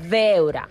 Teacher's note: al País Valencià, la B baixa sí que es pronuncia veure, marcant com la B baixa amb els llavis